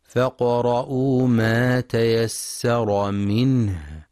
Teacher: ينتبه القارئ لهمس الهاء وتوضيحها، فهي من أضعف الحروف وتحتاج لجهد لبيانها